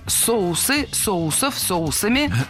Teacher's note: Ударение в слове «соус» всегда должно сохраняться на первом слоге. Поэтому «соусы», «соусов», «соусами».